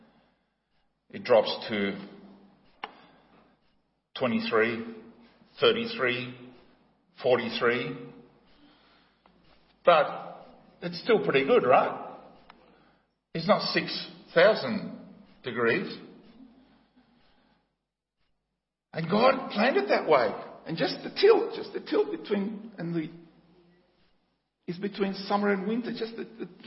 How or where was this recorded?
large echoing room